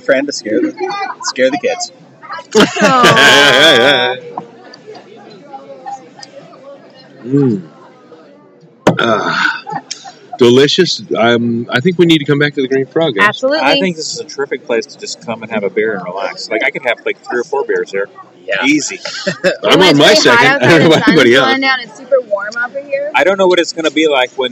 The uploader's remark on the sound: This week, we reminisce about the second part of the Bellingham Tap Trail, featuring recordings made during the final few stops.